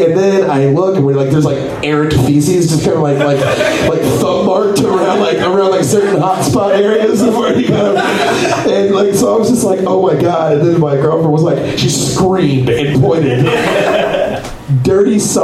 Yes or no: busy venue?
yes